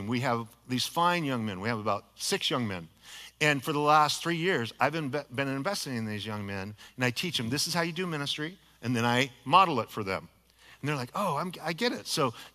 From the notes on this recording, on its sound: a sermon delivered as part of the Anchored Series at Godspeak Calvary Chapel in Newbury Park, California